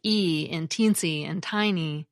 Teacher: vowels that have a more front and closed articulation, like e in teensy and tiny, make us think of smaller and more compact objects.